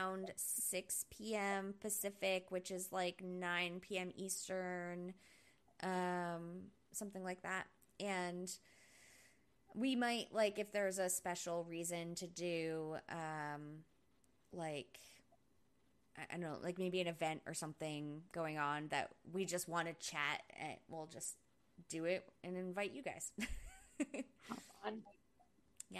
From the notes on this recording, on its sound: First Live Event! We had some technical difficulties because we were too excited to wait another week to work them out. From Santa Monica, California. From Oklahoma City, Oklahoma.